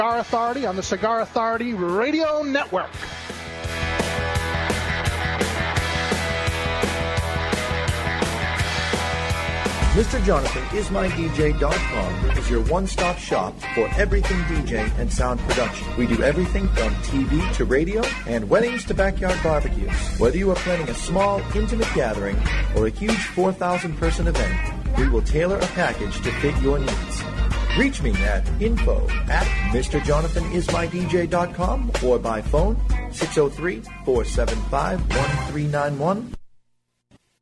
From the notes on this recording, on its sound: On location in New Orleans at the 2010 I.P.C.P.R (International Premium Cigar & Pipe Retailers Association) tradeshow.